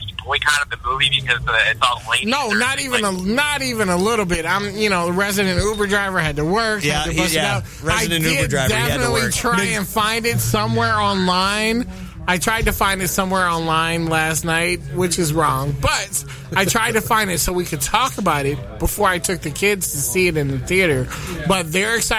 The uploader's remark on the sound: Live From Liberty Comics